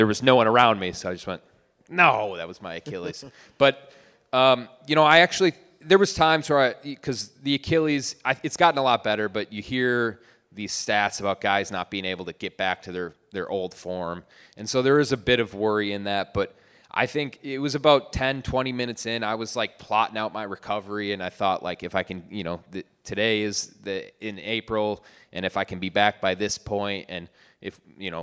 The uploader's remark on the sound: LIVE in Detroit